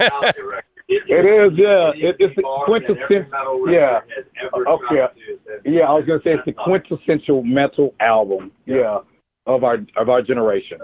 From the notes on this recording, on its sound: called